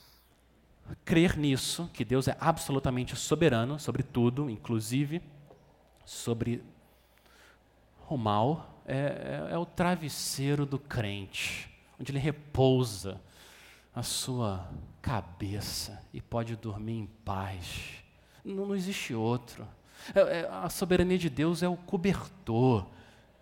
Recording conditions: large echoing room